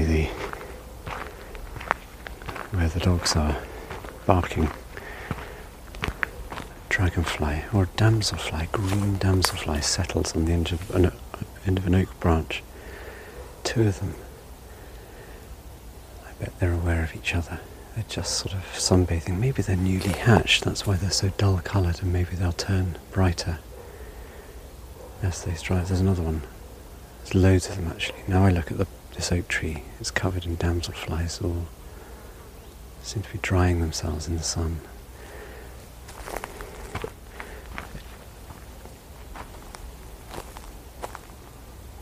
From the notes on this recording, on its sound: A wander through a forest in the Ardennes region of north-east France.